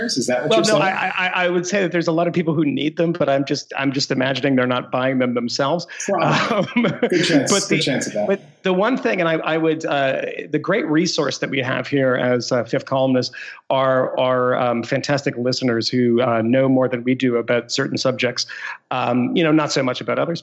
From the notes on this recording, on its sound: Excuse the less then amazing audio. Recorded via Skype from three different cities over internet connection and microphones of variable quality.